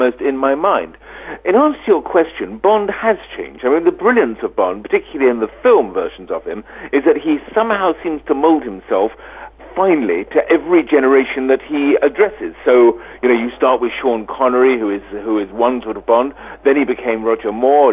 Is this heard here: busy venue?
no